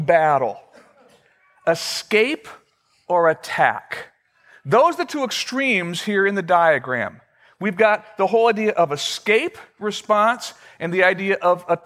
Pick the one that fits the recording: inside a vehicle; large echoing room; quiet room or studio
large echoing room